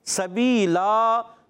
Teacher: ہے، ٹھیک ہے، سبیلا، سین سی ٹی کے ساتھ ادا ہوگا، زبان کی بالکل باریک نوک، اسرت اللسان، اور دونوں دانتوں کے اندرونی کنارے، دونوں دانتیں سمیرا، ثنایا سفلا نیچے والے دانت اور ثنایا